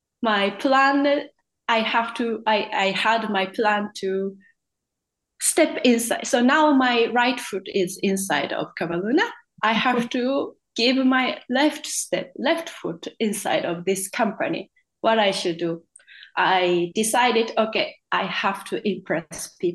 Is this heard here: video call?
yes